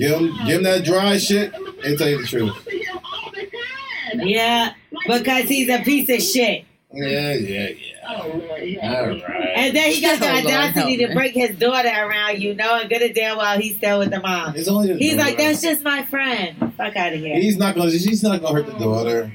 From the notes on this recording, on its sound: Sincerely Apologetic to the technical difficulties at the end. Helped answer some voicemails as well.